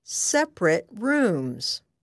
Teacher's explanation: When separate is an adjective, pronounce the last syllable of the word as ret.